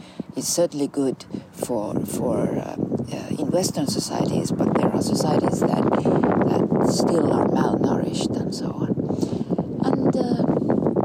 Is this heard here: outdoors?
yes